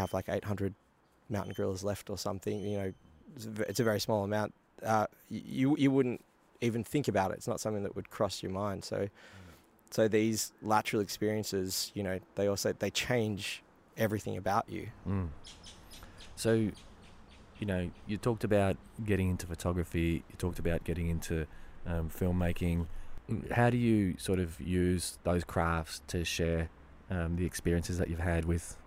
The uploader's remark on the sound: This episode was recorded in Belgrave, Australia. During the recording, you’ll hear the sound of forest birds and the occasional passing vehicle.